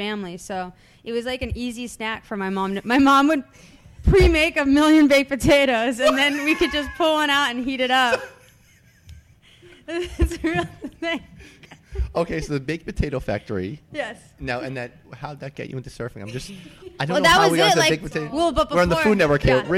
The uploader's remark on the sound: live from Jack Demsey's